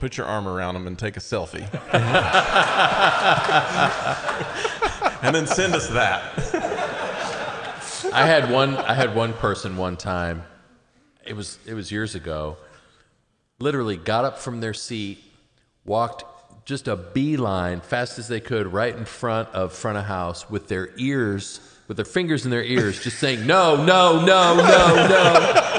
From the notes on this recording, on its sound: Recorded live at the FILO conference in May, 2018. We celebrate the first live recording.